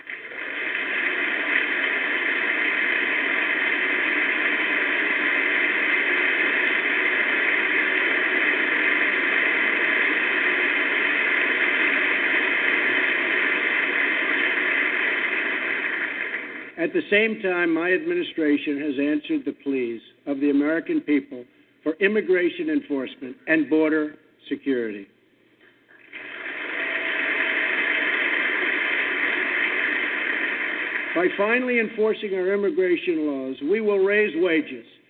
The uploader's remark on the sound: your phone calls